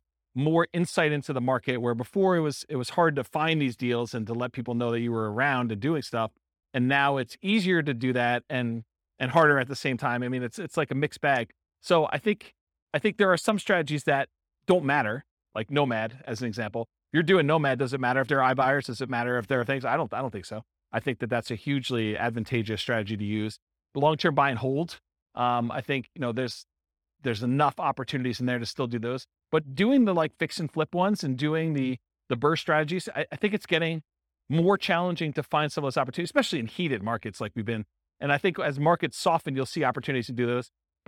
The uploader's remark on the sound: This was a live class recorded